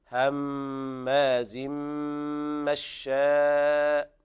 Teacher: هماز مشاء إدغام بغنة كامل لوقوع الميم بعد التنوين · وكلمة مشاء مد واجب متصل، قرأ حفص بالتوسط وفويق التوسط